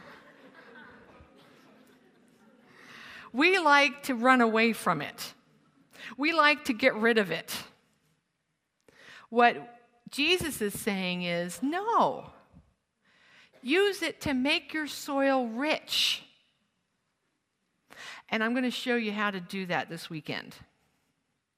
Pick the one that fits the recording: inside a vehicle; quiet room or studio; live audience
live audience